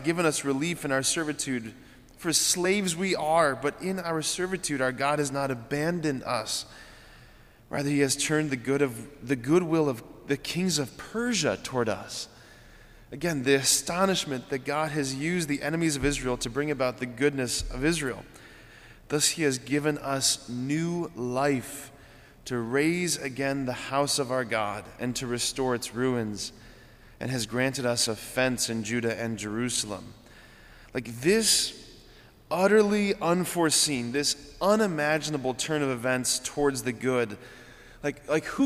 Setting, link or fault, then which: setting, large echoing room